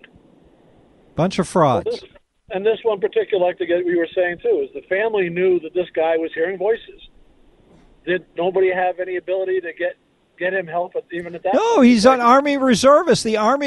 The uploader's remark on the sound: We have a Rant Hour and take calls